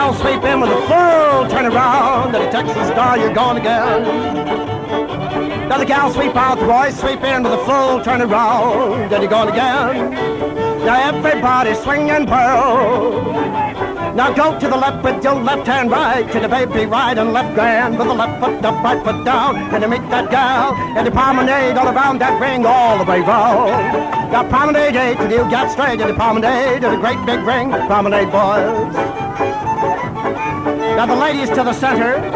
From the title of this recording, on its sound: Live Dance Recording of Santa Monica Jubilee (1950)